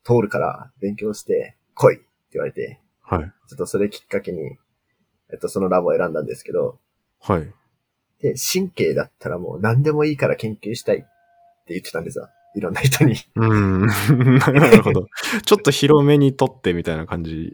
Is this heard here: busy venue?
no